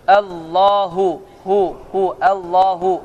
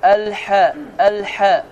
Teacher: ikinci hərif boğazın lap sonundan çıxan hə, incə hə. · Shown in: first take · Hansı yəni nəfəsdən gəlir, yəni ağız boşluğundan çıxır və burdandır.